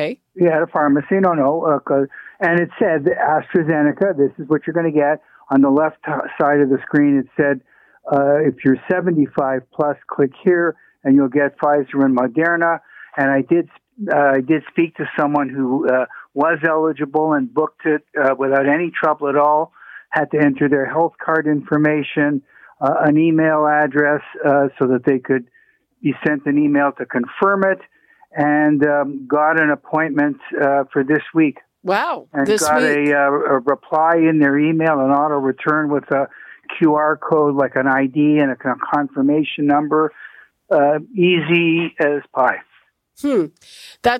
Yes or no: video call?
no